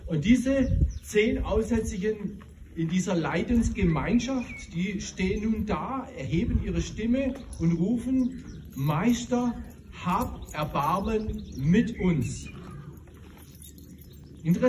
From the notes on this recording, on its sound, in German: Diese Predigt wurde im Rahmem des "Gottesdienst im Grünen", also eines Gottesdienstes an der frischen Luft, aufgenommen, weshalb leider einige Hintergrundgeräusche auf der Audiodatei zu hören sind.